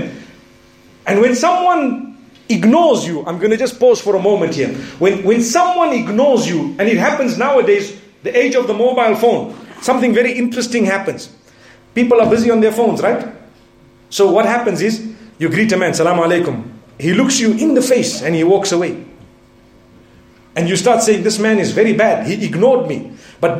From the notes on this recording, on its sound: Jumu&#8217;ah Lecture from Bosmont Masjid